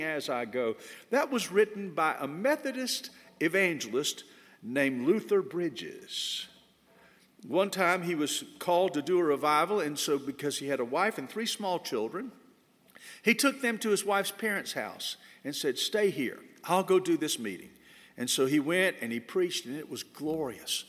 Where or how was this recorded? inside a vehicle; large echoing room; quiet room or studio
large echoing room